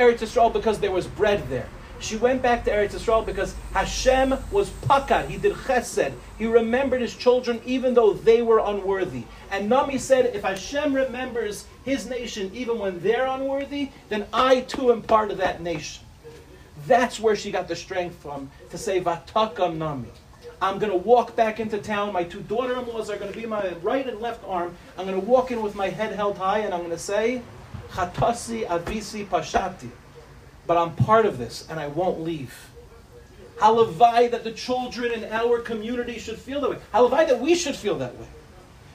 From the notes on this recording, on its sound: In this shiur, delivered to the Nshei of Rechavia